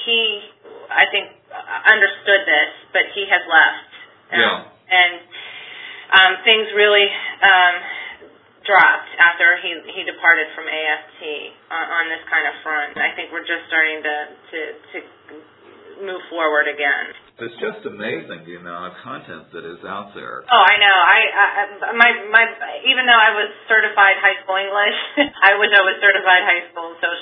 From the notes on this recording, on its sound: A conference call